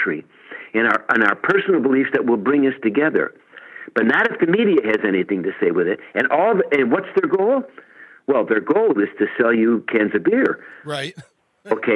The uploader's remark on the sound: called